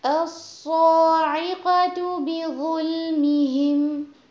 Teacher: الصاعقہ میں بھی عین کو ہم نے ہیوی نہیں دینا زیادہ سٹریس نہیں دینا لیکن صاد اور قاف یہ ہیوی ہوں گے